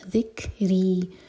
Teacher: فی ذکری، کیف پر سکون ہے تو کیف پر ہم حمز کریں گے، یعنی کہ سانس جاری رکھیں گے. ذکری، رو کے نیچے کسرہ، دو حرکہ لمبا، رو باریک